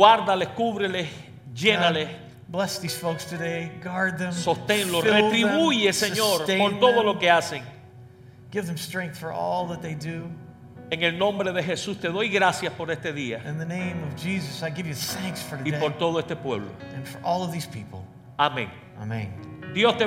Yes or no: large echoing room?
yes